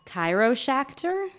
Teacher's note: you're raising it up at the end like a question · Term: Uptalk